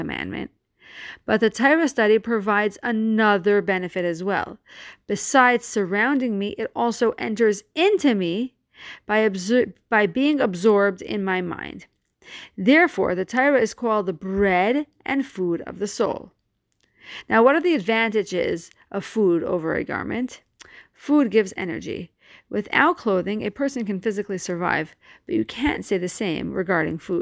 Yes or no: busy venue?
no